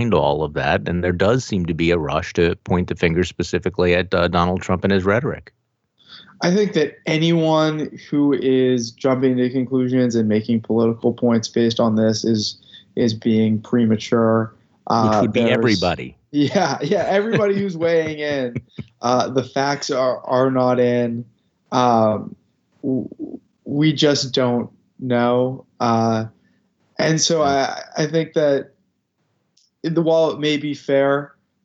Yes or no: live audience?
no